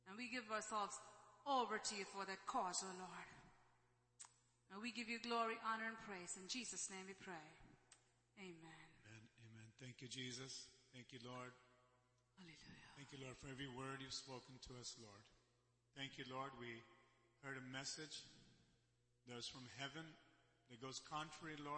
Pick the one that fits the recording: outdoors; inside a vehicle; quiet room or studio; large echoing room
large echoing room